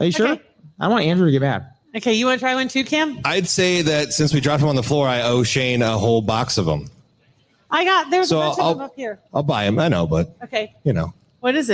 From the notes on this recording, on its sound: Another fun LIVE podcast recording at Hurrdat Sports Bar !